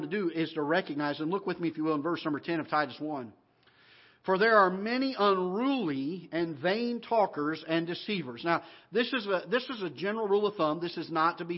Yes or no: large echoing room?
yes